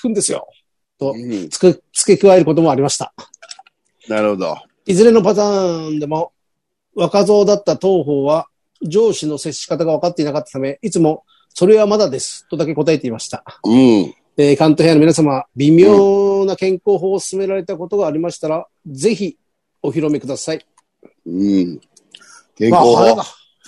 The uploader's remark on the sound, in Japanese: ZOOMで収録